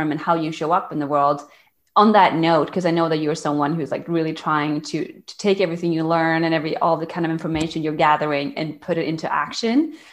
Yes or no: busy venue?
no